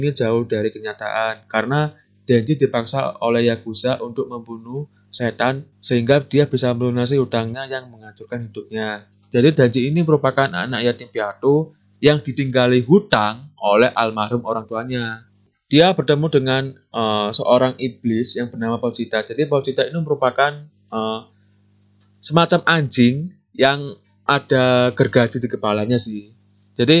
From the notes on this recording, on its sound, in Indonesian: Mohon maaf kalau suaranya di episode kali ini jelek.